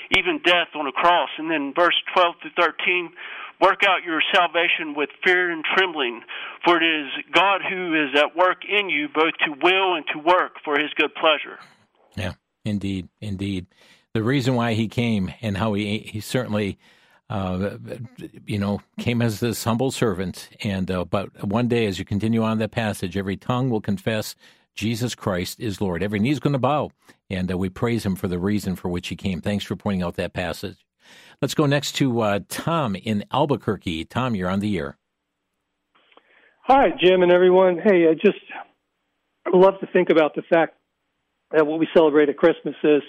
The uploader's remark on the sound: Opened the phone lines, encouraging listeners to express their Christmas thoughts.